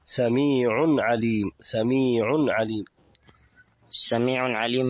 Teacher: التنوين جاء بعدها حرف العين، وحروف العين من حروف الإظهار.